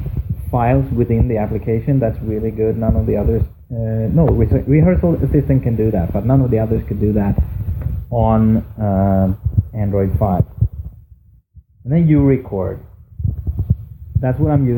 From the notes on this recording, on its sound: This episode was produced entirely on my phone, including upload. Apologies for the atrocious sound quality and the low volume. I know I need to speak closer to the phone next time. Install Urecord from F-Droid, choose 44.1 kHz, RECORD!